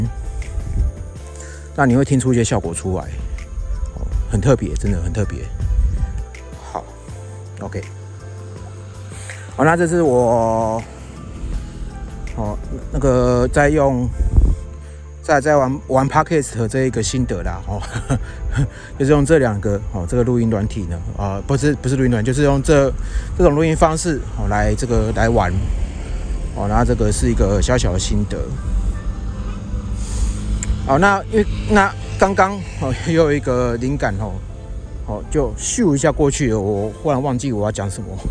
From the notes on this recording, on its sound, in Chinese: 本集特別在外用 iPhone 11 Pro 內建的立體聲麥克風錄製，防風效果普普。但蠻清析的。